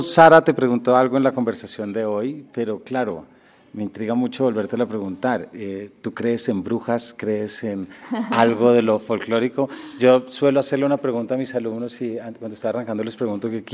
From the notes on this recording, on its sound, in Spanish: Traemos un capítulo grabado durante el Hay Festival Jericó 2024, al cual fuimos invitados por Comfama. Aprovechamos para realizar tres entrevistas màs cortas de nuestro formato habitual.